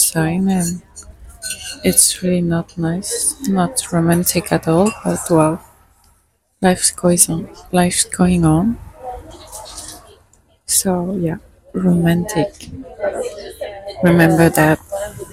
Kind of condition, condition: setting, outdoors